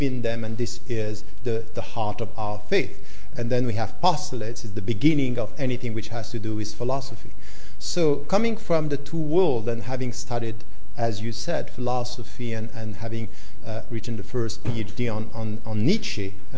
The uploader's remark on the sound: In this public lecture